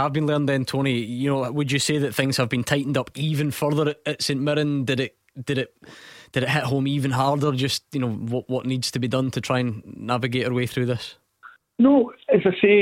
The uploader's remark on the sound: Clyde 1 Superscoreboard. Take your calls.